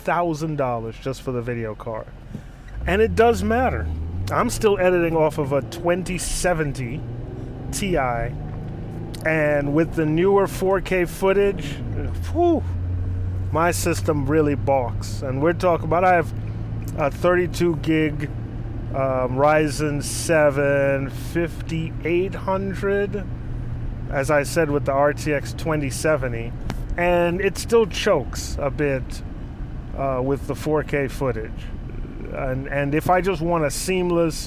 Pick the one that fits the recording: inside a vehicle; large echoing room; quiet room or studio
inside a vehicle